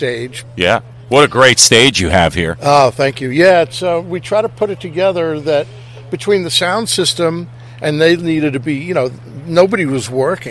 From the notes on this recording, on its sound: Live remote in front of the stage of The Milford DRIVE IN CONCERT SERIES. Right before the very first show of the season.